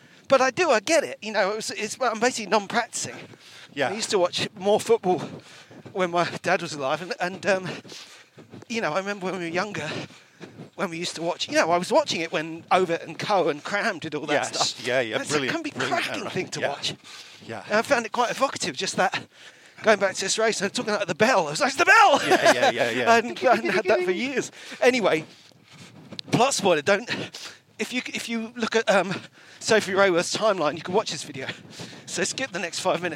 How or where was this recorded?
outdoors